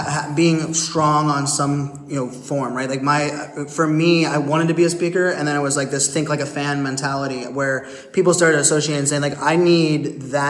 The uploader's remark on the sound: Live from Poland where we are literally sitting at a table backstage at the INFOshare conference. Live from Poland where we are literally sitting at a table backstage at the INFOshare conference, having a chat.